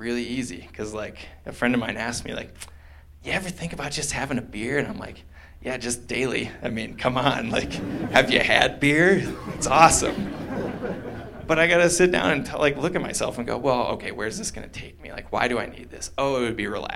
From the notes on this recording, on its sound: We returned from our sixth annual pilgrimage to the 5Point Film Festival with something a little different this year. A lightly edited version of the presentation. Gave to a packed house.